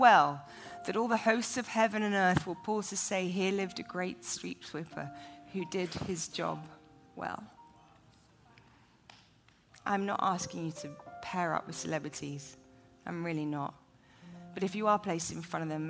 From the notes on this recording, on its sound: Taped live in front of a student audience at the Bethel campus in Redding, CA.